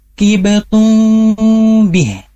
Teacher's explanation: Terkhusus adalah ihfa syafawi, huruf mim yang dibaca samar karena ketika bertemu dengan huruf ba, maka dia harus dibaca samar seperti kibatum bih, bukan hanya di am, ya, tapi didengungkan juga, ya.